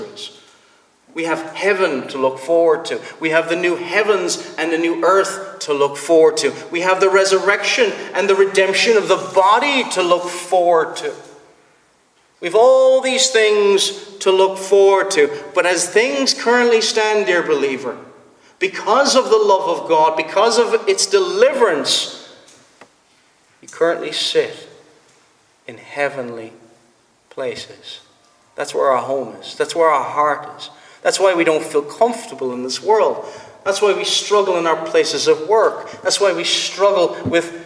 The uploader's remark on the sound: Preached at the Presbyterian Reformed Church, Stockton-on-Tees.